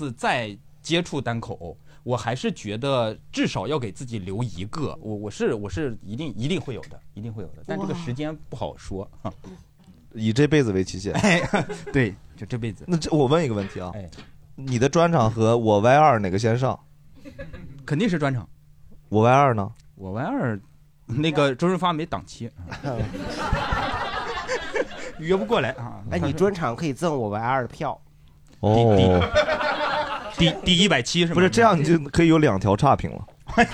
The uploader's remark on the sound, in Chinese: 这是一档由喜剧演员们和现场观众朋友们共同录制的播客节目